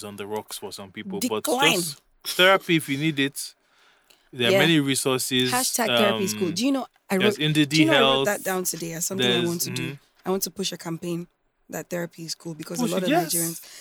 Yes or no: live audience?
no